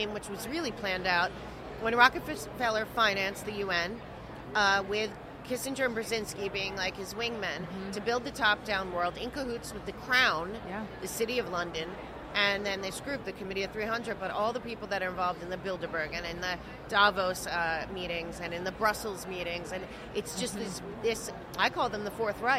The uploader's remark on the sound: Podcast at AmFest